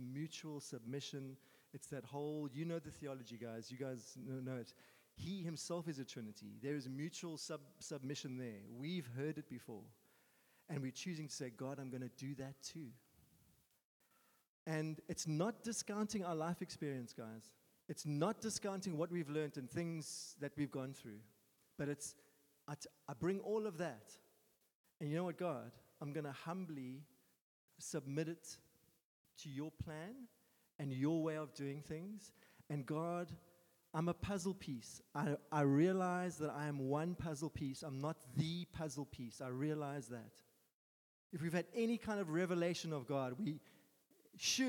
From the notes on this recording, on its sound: Sunday Sermon. At Joshua Generation Church Muizenberg congregation.